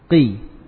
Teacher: Tingkatan yang paling rendah adalah ketika di kasrah. · Term: tafkhim